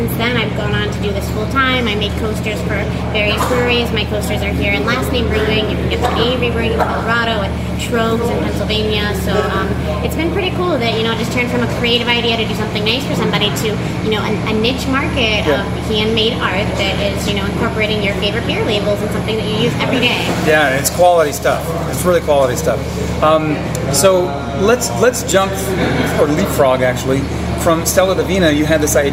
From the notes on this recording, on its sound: while enjoying their beers at the brewery